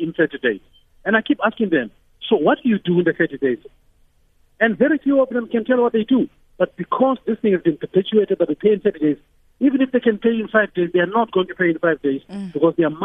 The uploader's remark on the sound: Guest (phone).